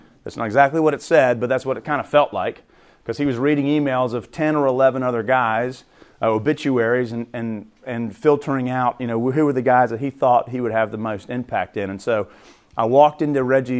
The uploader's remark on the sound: The following audio comes from the National Disciple Making Forum by Discipleship. The following audio comes from the National Disciple Making Forum by Discipleship.org. Two organizations—Radical Mentoring and Samson Society—hosted a track called “Men’s Discipleship.” That’s where we recorded the audio for today’s episode.